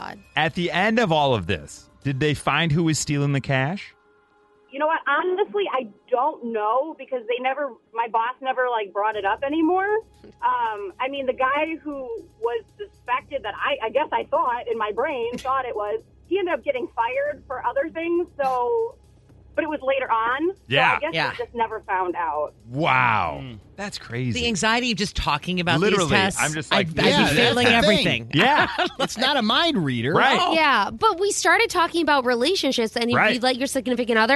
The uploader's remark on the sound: Mixers called